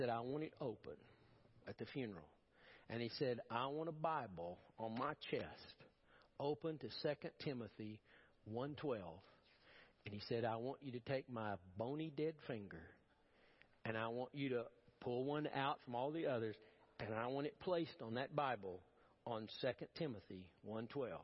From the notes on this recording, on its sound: Preached at First Baptist Church of Powell